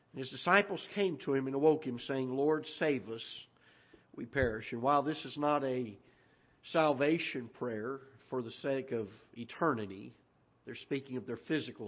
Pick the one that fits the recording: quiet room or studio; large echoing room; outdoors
large echoing room